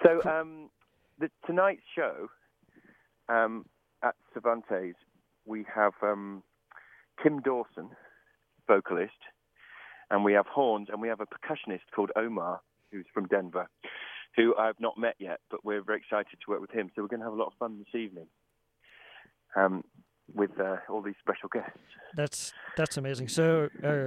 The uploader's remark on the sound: Call in for an interview.